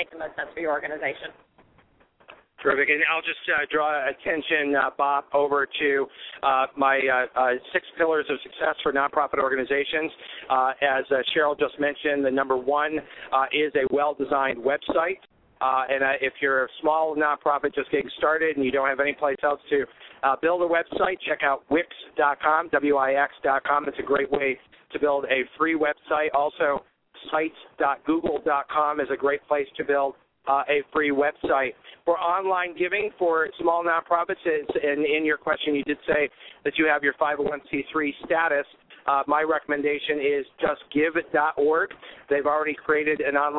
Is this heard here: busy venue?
yes